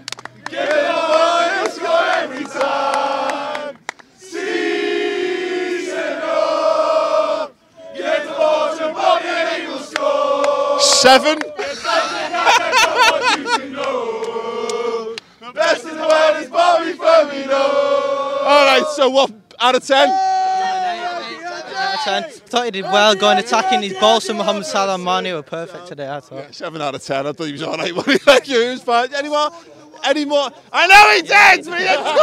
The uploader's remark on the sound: outside Anfield